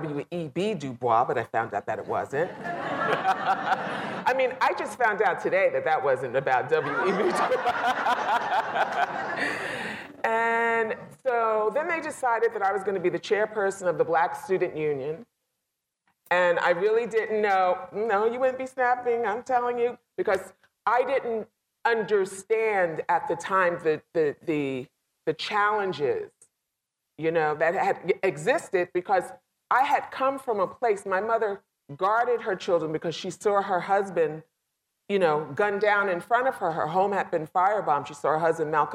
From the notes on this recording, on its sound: Live from SUNY New Paltz. Distinguished Speaker lecture.